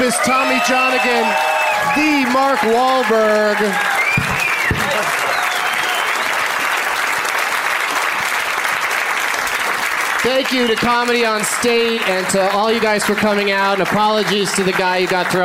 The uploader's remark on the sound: Live from Madison's Comedy Club on State